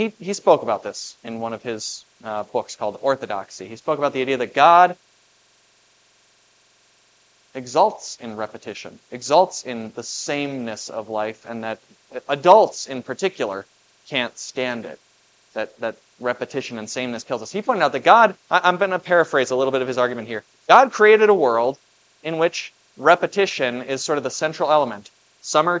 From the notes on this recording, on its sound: was preached at Grace of God Lutheran on October 15, 2023